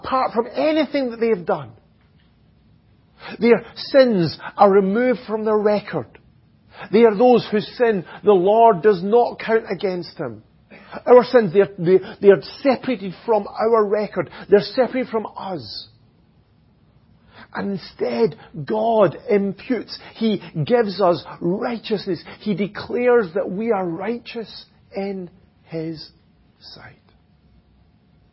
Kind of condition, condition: setting, large echoing room